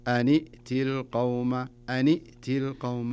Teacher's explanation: فإذا التقى الساكنين نكسر نكسر الساكن الأول، تصير النون بدل ما هي سكون كسرة